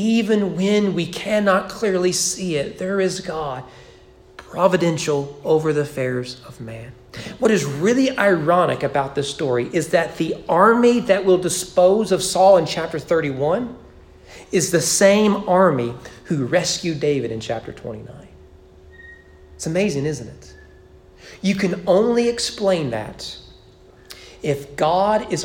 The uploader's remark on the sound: Sermon preached at East Frankfort Baptist Church on November 15, 2020 during morning worship.